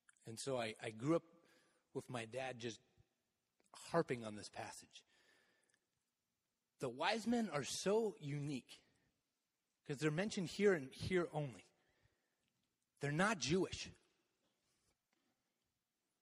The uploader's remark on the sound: Message delivered in the Contemporary worship service.